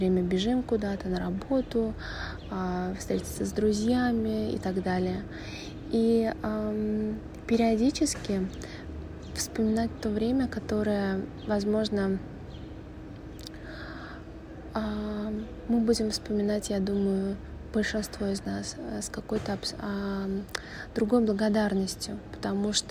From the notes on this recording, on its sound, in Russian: Этот выпуск я записывала на телефонный диктофон, поэтому заранее простите за качество.